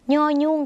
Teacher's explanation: ย่อยุ่งเสียงเนอขึ้นจมูกเหมือนในภาษาอีสานหรือภาษาเหนือนะคะ